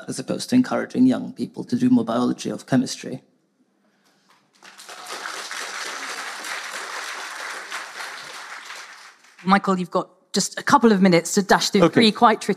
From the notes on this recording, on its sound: Political Fix special: Live at the FT Weekend Festival.